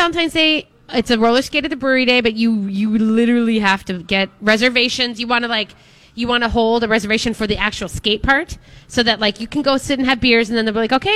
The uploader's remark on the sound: broadcasting live at Max's